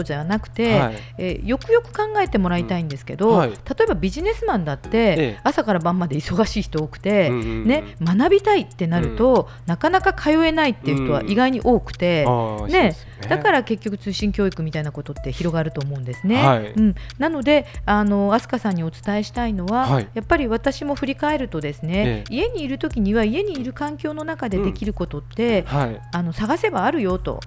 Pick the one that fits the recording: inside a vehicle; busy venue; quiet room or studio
quiet room or studio